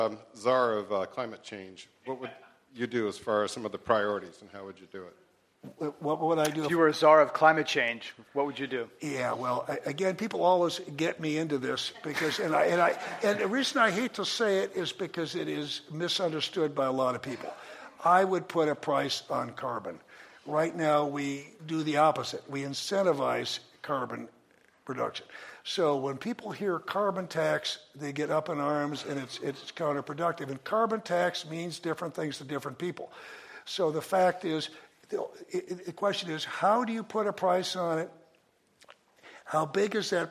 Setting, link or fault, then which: setting, live audience